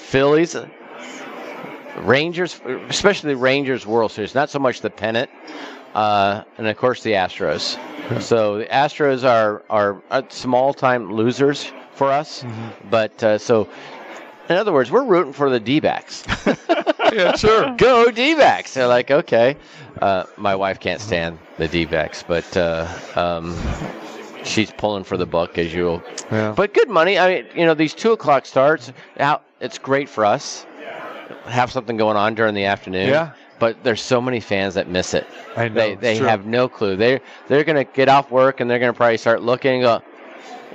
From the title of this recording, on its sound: Live from the Super Book at the Westgate Las Vegas